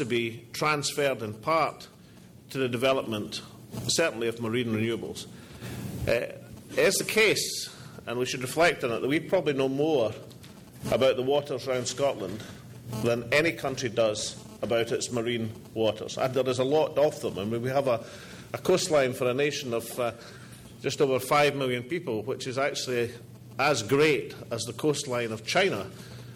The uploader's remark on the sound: All Energy 2012 Conference address.